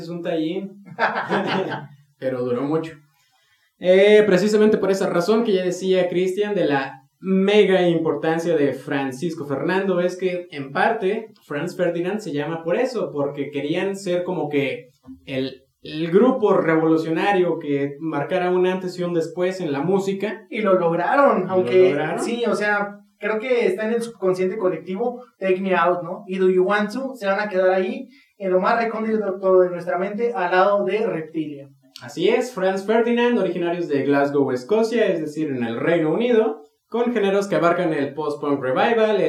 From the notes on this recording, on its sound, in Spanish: Una disculpa muy grande por la calidad del audio en este episodio, la verdad es que tenemos unos micrófonos nuevos y no los sabemos usar.